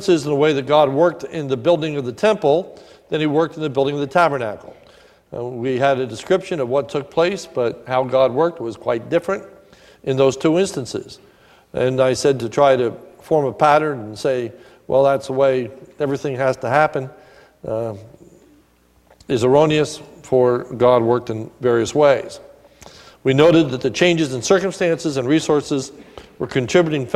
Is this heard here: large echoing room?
yes